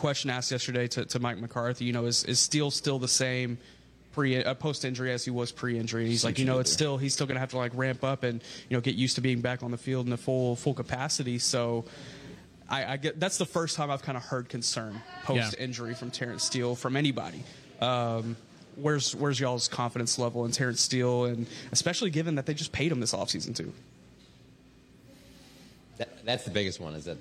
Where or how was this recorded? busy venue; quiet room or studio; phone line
busy venue